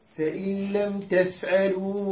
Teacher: نون جاء بعدها لام إدغام